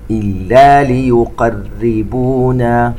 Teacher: نضغط على الحنك للأسفل حتى نرقق الراء المشددة بالشكل الصحيح